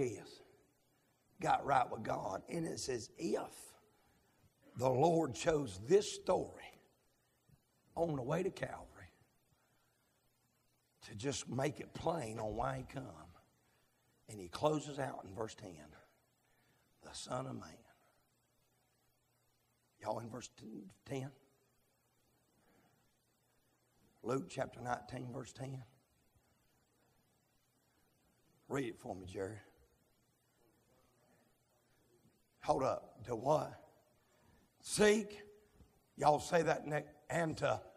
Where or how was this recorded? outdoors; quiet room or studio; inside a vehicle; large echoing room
large echoing room